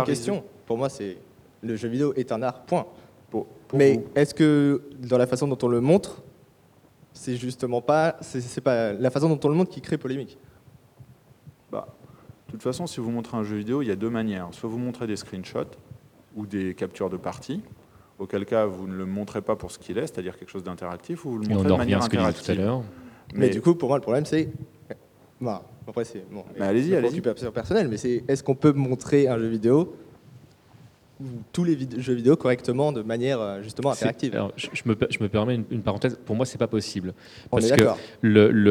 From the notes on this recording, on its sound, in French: La conférence à été enregistrée lors du 1er Forum du Jeu Vidéo de Livry-Gargan le 30 janvier 2016.